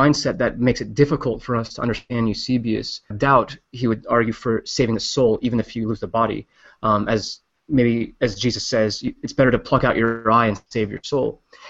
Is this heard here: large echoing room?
no